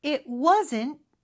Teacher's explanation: 네, 요거 이제 발음을 원어민처럼 해보려면 wasn't 요 부분이 가장 중요할 것 같아요. W를 시작하는 거는 앞에 의가 숨어 있다라고 생각하면서 입 모양만 그렇게 만들어주면 되고요. T는 있는 듯 없는 듯 느낌만 주면 됩니다.